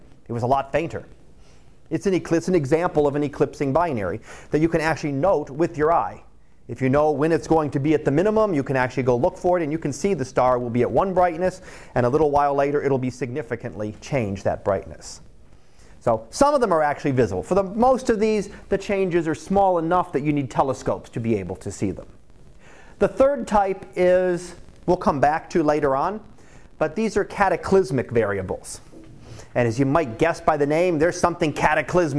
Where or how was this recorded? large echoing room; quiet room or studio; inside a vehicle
large echoing room